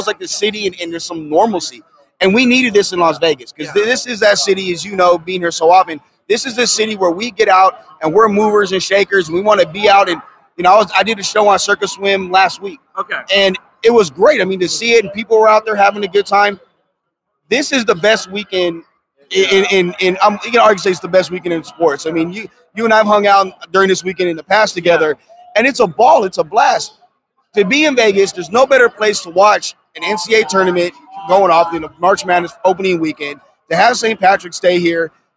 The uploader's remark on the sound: LIVE in Las Vegas from Circa Sports